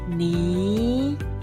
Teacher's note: Second tone is a rising tone. Start from a lower pitch and end at a slightly higher pitch.